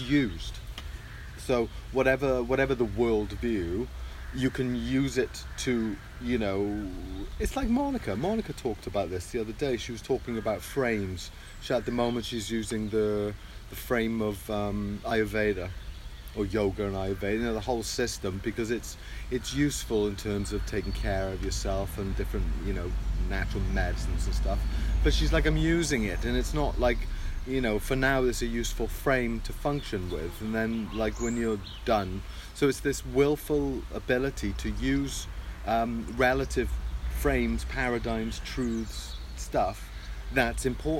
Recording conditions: sounds in the background